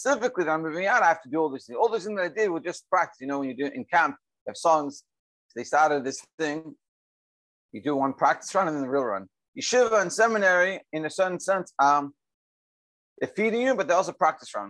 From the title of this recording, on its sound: Daily Zoom Shiur